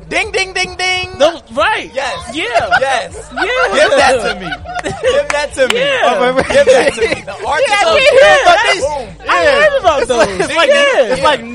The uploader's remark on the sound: LIVE from Trenton Ice Cream Parlor. We recorded our first ever LIVE show from Trenton Ice Cream Parlor’s Grand Opening Street Fair. Playing games with our audience.